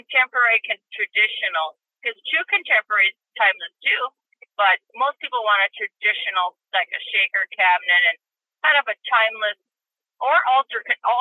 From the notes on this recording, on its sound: Heads up about the audio quality. Was in between work sites and actually did the interview from her vehicle on her phone. I've tried to clean it up as much as I can, but don't come into this one expecting studio quality audio from our expert today.